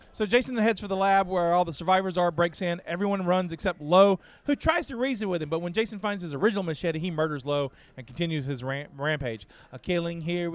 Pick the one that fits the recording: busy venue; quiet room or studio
busy venue